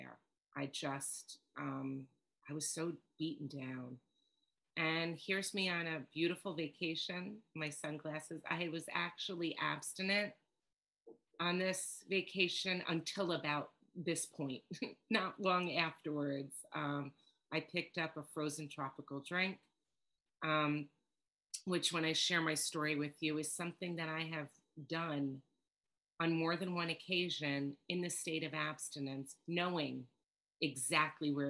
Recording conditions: video call